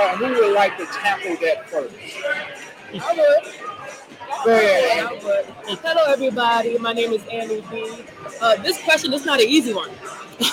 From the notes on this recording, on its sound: This special broadcast is live from the Mind,Body & Spirit event in Dallas,TX.